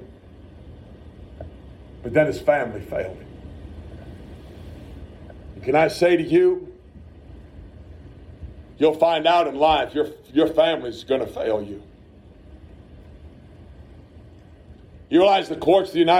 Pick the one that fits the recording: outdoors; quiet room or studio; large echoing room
large echoing room